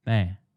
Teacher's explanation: But if you were to pronounce these words the French way, which has strong nasal sounds, then the bon becomes bon, and pain becomes bain. Notice that the nasal vowel sounds are so strong that you don't even hear the N's anymore.